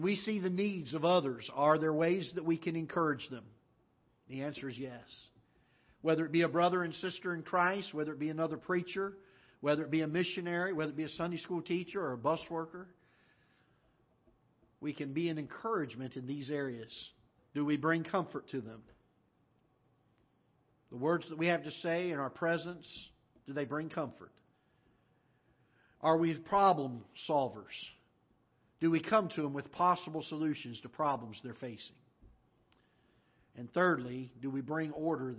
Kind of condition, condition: setting, large echoing room